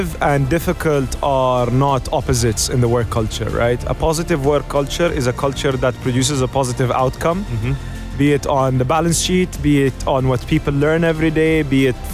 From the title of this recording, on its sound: Live from SEF 2024